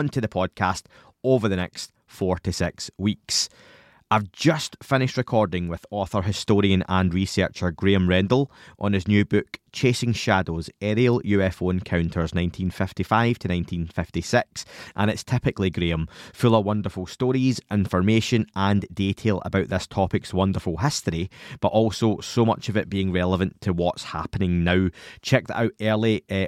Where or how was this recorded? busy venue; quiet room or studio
quiet room or studio